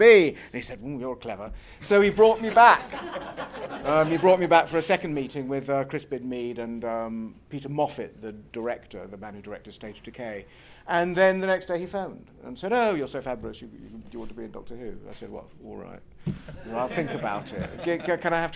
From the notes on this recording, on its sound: This is the audio we recorded at that panel.